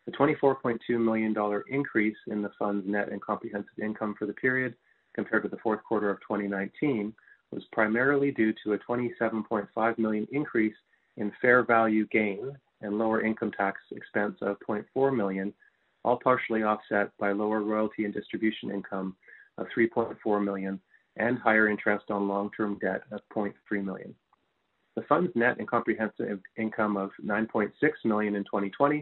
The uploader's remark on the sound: Fourth quarter 2020 earnings call for Boston Pizza Fund.